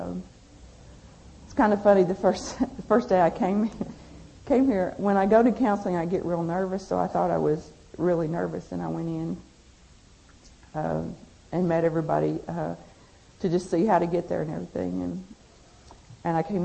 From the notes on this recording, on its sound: At a GFI conference